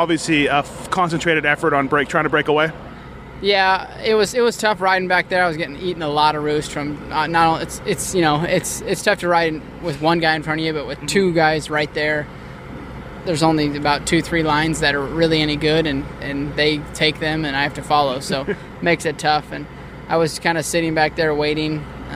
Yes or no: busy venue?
yes